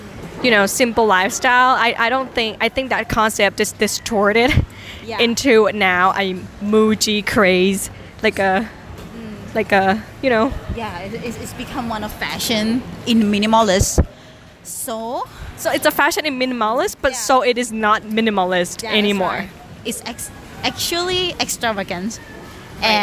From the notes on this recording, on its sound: Live from BBQ table